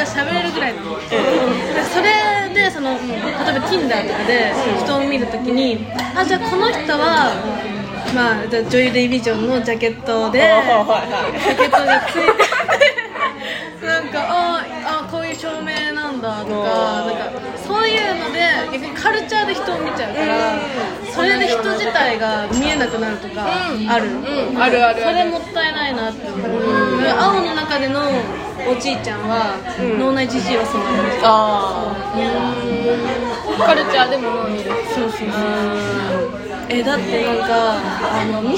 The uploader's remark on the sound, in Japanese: 今回大分ガヤいです。ちゃんとした録音環境を作りたい、ピンマイク？いやしかしこのガヤガヤ感もいいのか？